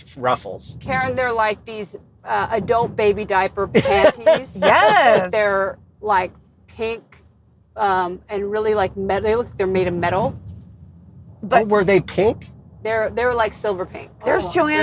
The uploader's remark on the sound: In the Car